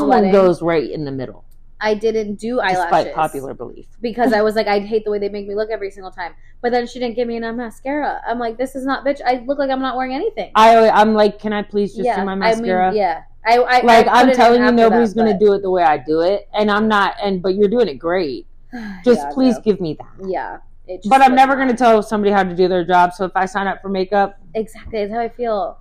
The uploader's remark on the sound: We Didn’t Mean To Leave.. Our Mic’s Died